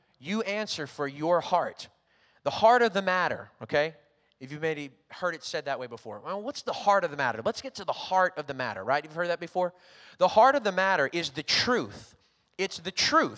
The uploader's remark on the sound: Recorded on Sunday, August 1st, 2021, during service at The Anchor Church in Rockport, Maine.